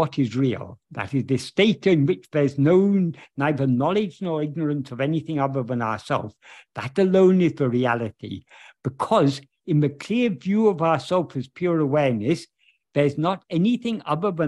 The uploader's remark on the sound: In a Zoom meeting with Ramana Kendra, Delhi, on 15th October 2023